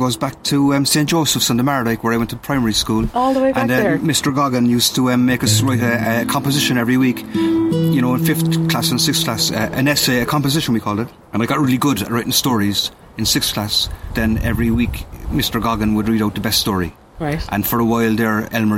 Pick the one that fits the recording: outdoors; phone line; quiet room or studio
outdoors